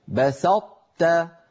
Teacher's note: فأطبقت لساني على طاء غير مقلقلة وجافيته عن تاء مرققة · Term: صفة الإطباق